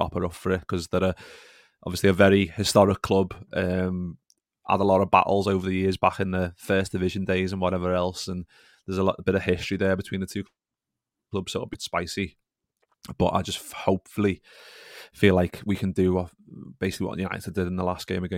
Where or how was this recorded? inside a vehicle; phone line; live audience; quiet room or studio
quiet room or studio